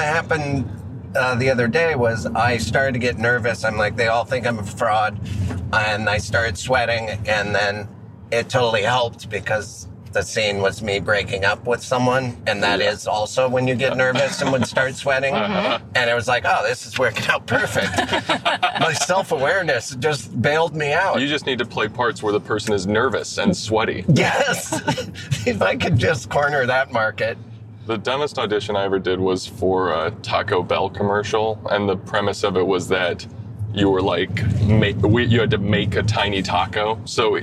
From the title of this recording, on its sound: In the Car